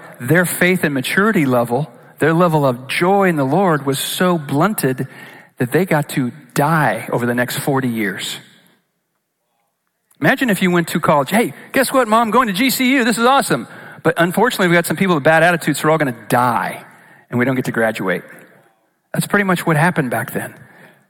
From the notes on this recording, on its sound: Recorded live at Capital Church in Meridian, Idaho